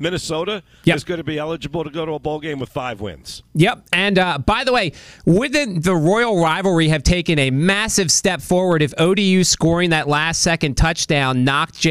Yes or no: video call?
no